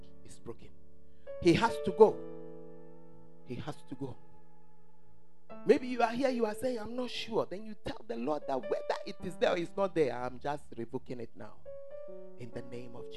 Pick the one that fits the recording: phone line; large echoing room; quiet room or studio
large echoing room